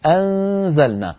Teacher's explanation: لما تقول أنزلنا انتقل من الهمزة المفتوحة إلى مخرج الزاي مباشرة، فيبقى من النون غنتها ويظهر من الفم صويت ضعيف هكذا الآن أنا لما أنطق الغنة لساني رأس لساني على مخرج حرف الزاي بحيث لما أصل إلى حرف الزاي أجد فمي مهيئا على مخرج الزاي. · Term: إخفاء